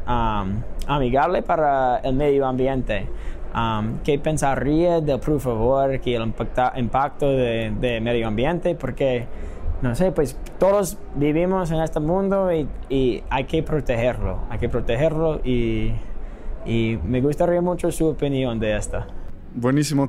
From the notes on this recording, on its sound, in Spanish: En este episodio los grabamos en ETH Denver uno de los eventos de cripto más importantes a nivel mundial.